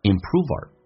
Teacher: Improve 跟 our 有个连音， our 说成一个儿化音叫 er